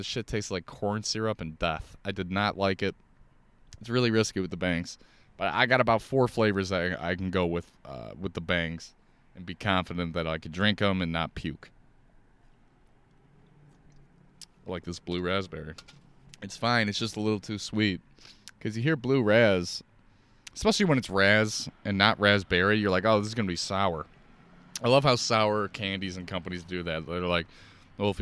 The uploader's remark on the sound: Listen to me talk in my car.